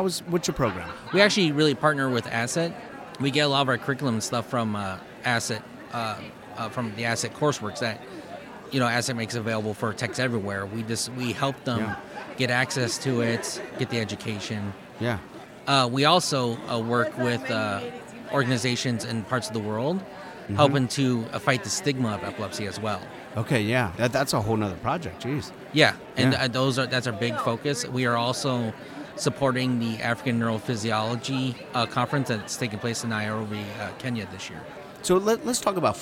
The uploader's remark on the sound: Live From ASET 2023!